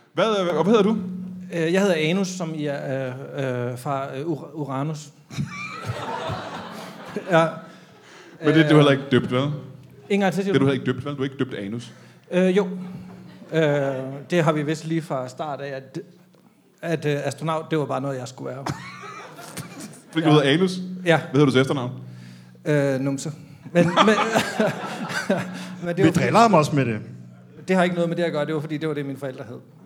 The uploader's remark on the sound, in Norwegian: LIVE fra Comedy Zoo